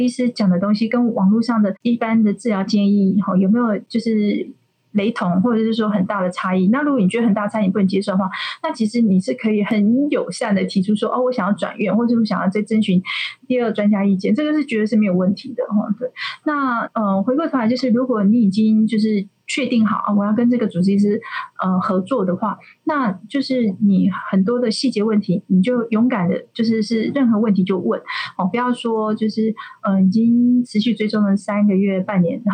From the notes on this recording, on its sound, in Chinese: 遠距錄音的關係音質有些影響